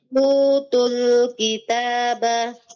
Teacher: u panjangkan dua harakat